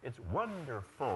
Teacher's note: Hear the difference? The last syllable has to go down to make you sound confident and decisive.